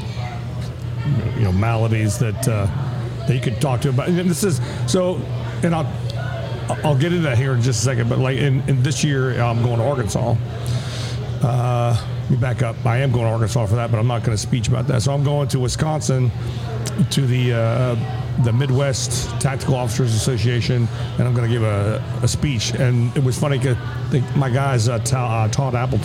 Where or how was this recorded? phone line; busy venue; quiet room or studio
busy venue